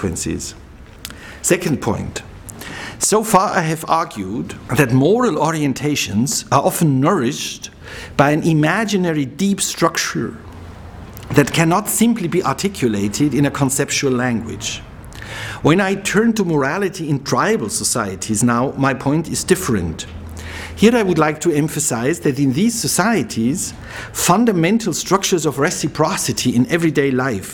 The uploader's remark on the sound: He delivered this lecture on October 13, 2009 at the University of Chicago's Classics Building.